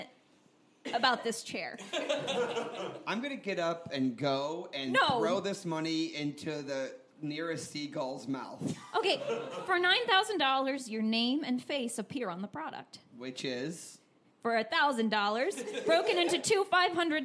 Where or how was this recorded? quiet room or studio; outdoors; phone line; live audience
live audience